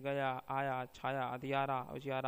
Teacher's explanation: यह हिंदी का तालव सघोष अर्धस्वर है